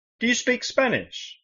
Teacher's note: es que suba y baja la entonación